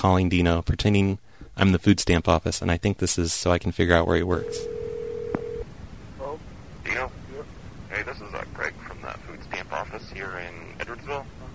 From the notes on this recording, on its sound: Prank Phone Calls